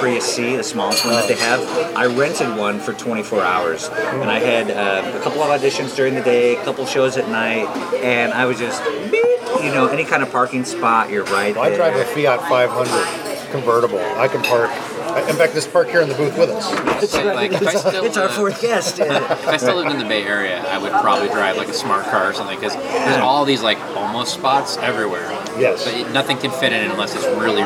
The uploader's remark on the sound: at Izzy’s Deli in Santa Monica